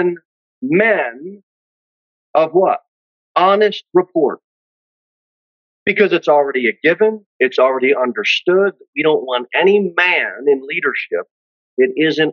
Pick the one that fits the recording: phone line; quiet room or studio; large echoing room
large echoing room